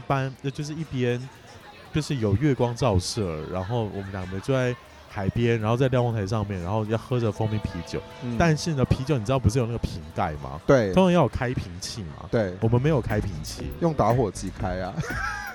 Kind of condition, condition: setting, busy venue